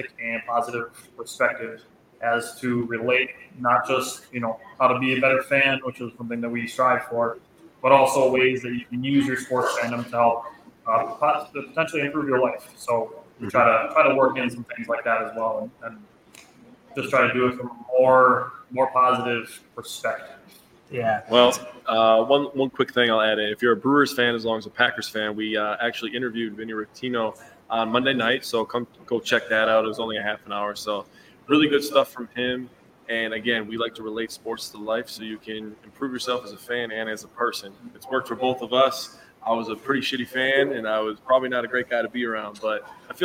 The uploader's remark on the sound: Live Training Camp report for Green Bay Packers! We are live from Stadium View Bar in Green Bay, just a stones throw away from Lambeau Field.